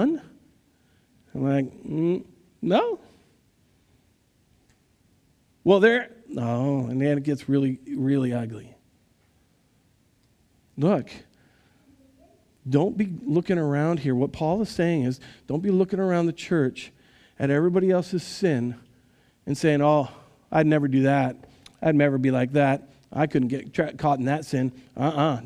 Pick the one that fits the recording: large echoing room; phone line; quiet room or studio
large echoing room